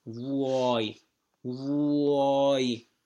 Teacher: Vuoi, three sounds. Of course, the O is long, vuoi, but three sounds.